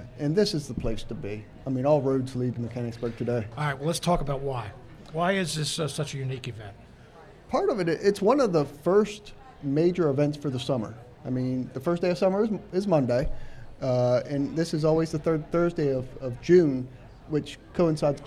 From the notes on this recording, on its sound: Smart Talk is being broadcast live from Jubilee Day in Mechanicsburg. Smart Talk will be set up at 138 West Main Street at Clay's Service Center.